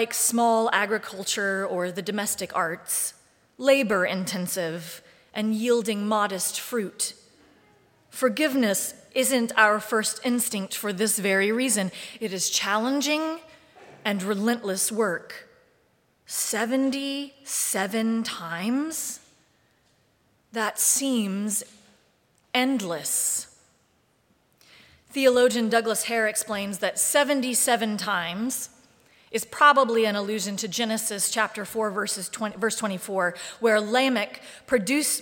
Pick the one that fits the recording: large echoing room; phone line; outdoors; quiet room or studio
large echoing room